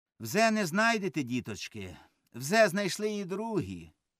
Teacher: Лейба замість «ж» казав «з». Все інше вимовляв, а «ж» не міг.